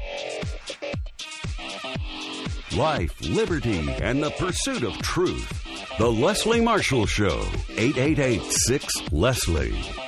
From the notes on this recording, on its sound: take calls from the audience